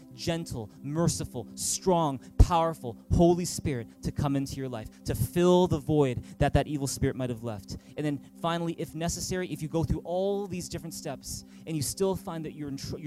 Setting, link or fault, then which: setting, large echoing room